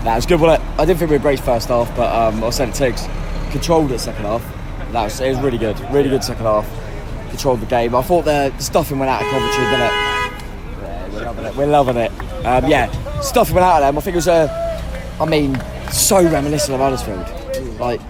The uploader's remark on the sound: Elated fans reacted at full-time outside the stadium. There was some raw reaction at full-time. In front of the North Stand.